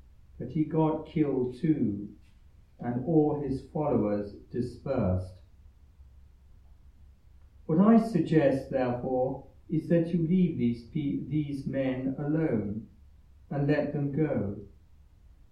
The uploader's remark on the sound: Recorded live at Southgate House on 21 April 2023